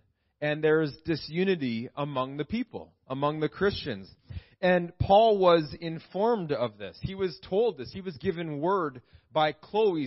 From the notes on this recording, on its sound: This message was preached in April 2017 at Freedom Life Church in Kitchener Ontario